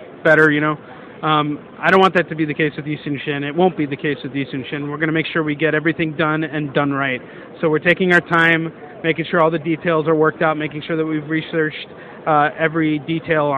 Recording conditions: busy venue